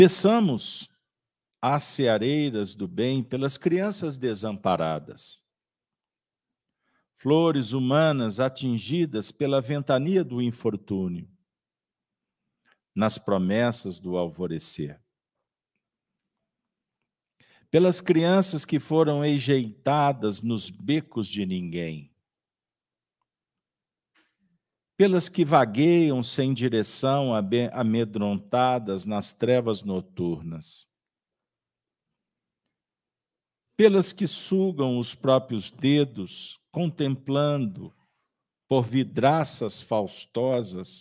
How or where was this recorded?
live audience